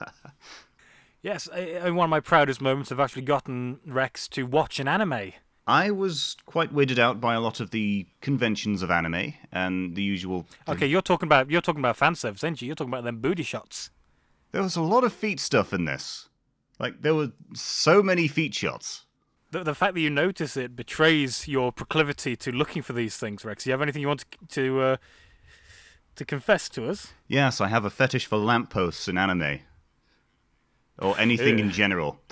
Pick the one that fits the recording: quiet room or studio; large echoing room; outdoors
quiet room or studio